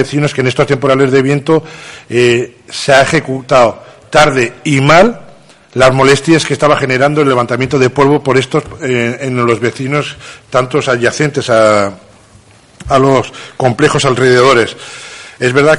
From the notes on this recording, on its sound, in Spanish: Audio Pleno Extraordinario del día 11 de Octubre de 2019 celebrado en la Casa de la Cultura Benito Pérez Armas de Yaiza